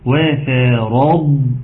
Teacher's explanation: الراء مفخمه والضاد مفخمه ولكن النون مرققه